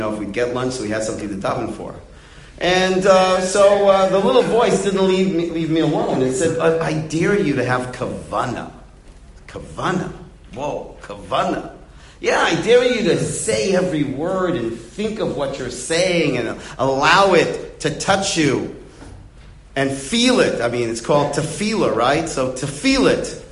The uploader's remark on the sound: Delivered in the Glueck Beis Medrish.